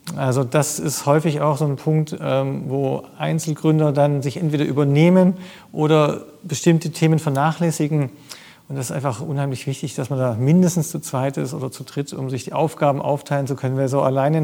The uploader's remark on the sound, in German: Live vom Demo Day des 6.